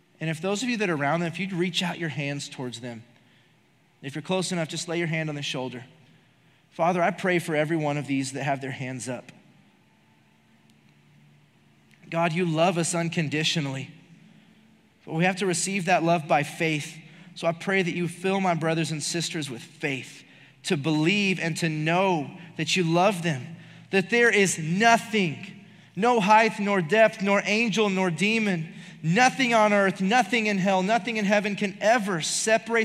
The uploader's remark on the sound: Recorded live during our Wednesday night service